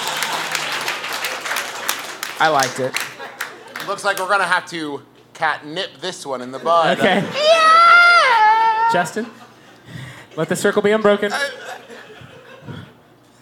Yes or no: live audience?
yes